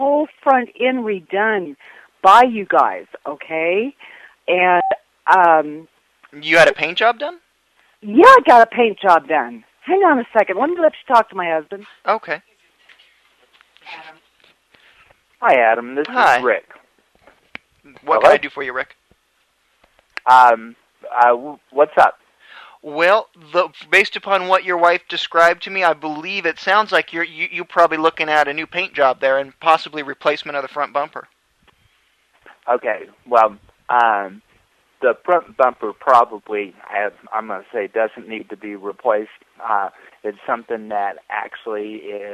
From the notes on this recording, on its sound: Prank Phone Calls Collection